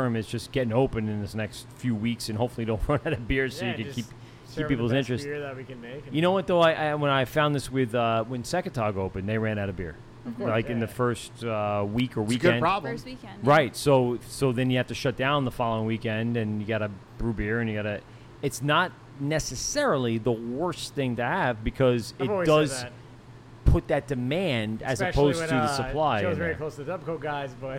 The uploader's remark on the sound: LIVE at 27A Brewery.